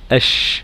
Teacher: وحرف الشين فيه فرجة أو فيه مسافة أو فيه قرب من أعلى الحنك، إلا أنه غير ملتصق، ففي هذه المنطقة ينتشر الهواء أو ينتشر الريح في الفم. أقول أش بهذه الكيفية، أش وليس أش أش أش. · Term: انتشار الريح